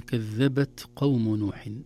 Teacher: التاء حرف شديد لكنه فيه همس، وهمس الحرف الشديد لا يطول زمنه بل يكون في مخرج الحرف، خاصة في نهاية مخرج الحرف.